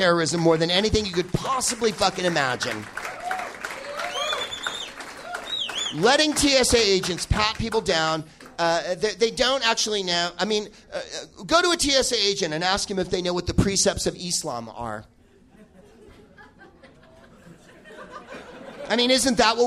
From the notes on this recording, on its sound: Live from Comedy Works in Denver